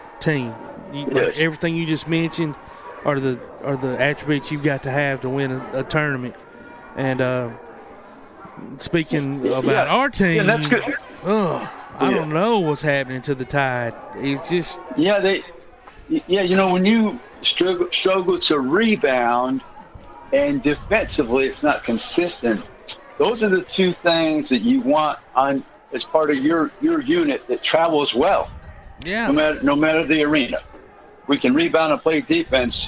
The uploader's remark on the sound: Live from the Limestone County Basketball Tournament at Ardmore High School